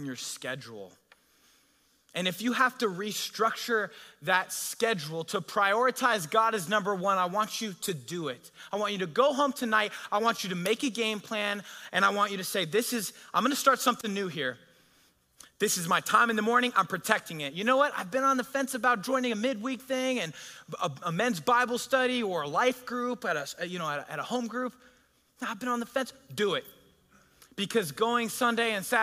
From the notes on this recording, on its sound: a sermon delivered at Godspeak Calvary Chapel in Newbury Park, California on June 19, 2023